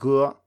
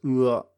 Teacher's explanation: So the basic e when it's used on its own, such as in gur. Uh, so it's a back vowel, it's a back unrounded vowel, and it's sometimes realized as a diphthong, so it has two sounds. Ur, you can hear that it's a transition there.